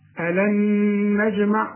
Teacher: النون بدون تشكيل بتخش في النون اللي بعدها إدغام